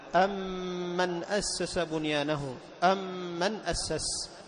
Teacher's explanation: فتدغم الميم في الميم ويسمى إدغام متماثلين صغير